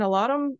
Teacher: Is it the svarabhakti vowel in alarum? Is it because that comes from Gaelic speakers learning English?